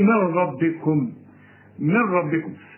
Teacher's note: العلماء بيسموه إدغام كامل بدون غنة، وأنا بريحك بقول لك إلغي النون من النطق عند الوصل. قل لي من ربكم، من ربكم، اشبك لي الميم مع الراء.